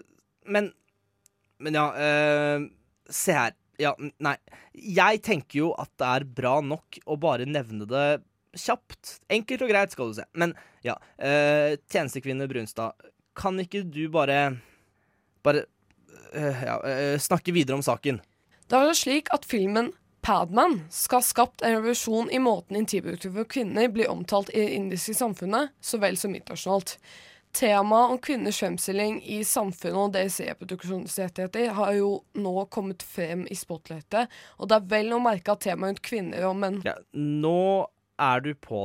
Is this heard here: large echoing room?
no